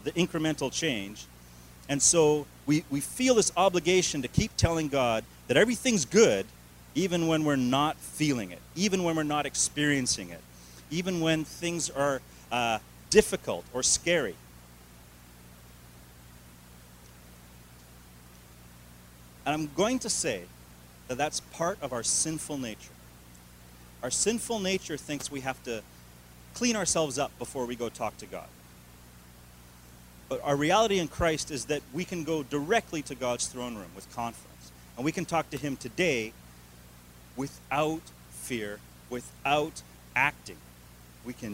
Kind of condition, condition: setting, large echoing room